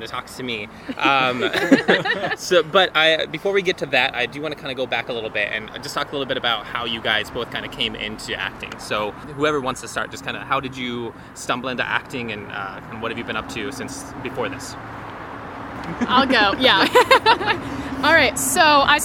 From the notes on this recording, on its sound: We met at Urban Beans